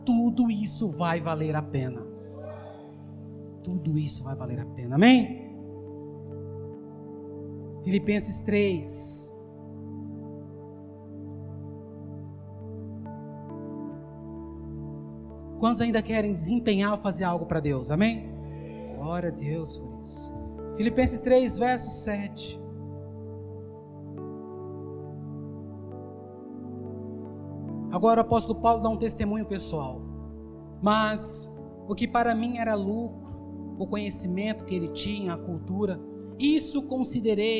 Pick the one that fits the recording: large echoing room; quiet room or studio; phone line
large echoing room